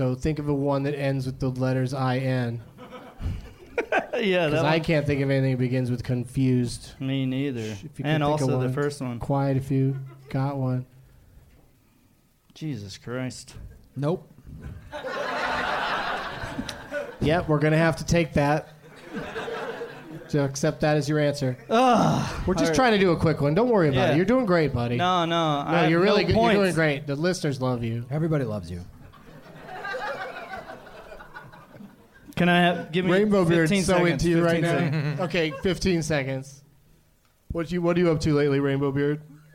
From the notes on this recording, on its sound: Live from the American Comedy Company in San Diego